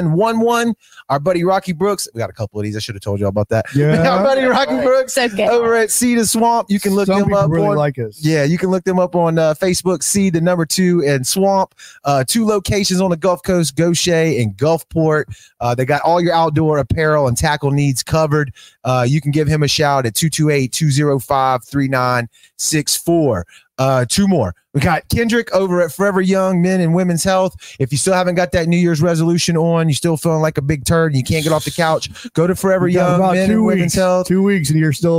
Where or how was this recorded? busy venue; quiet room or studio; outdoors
busy venue